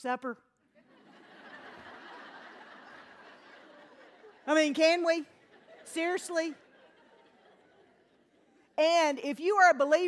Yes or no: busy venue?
yes